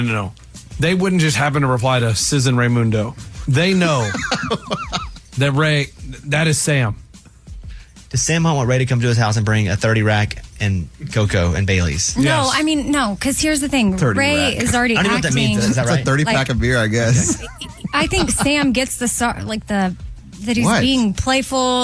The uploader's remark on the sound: Boss Calls.